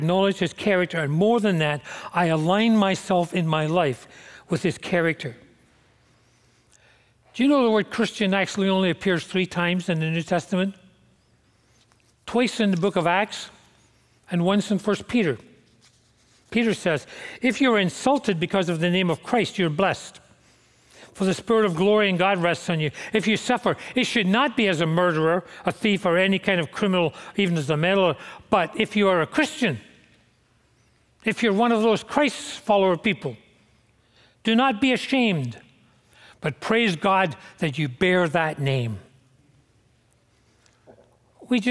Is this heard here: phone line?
no